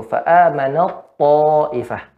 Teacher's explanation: langsung dia seolah tidak ada huruf ta